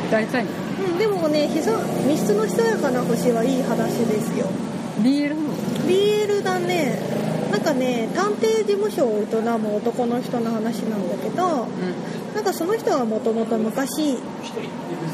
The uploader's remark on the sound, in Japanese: 今回も屋外収録ですので、大変お聞き苦しいかと思いますがご容赦下さい。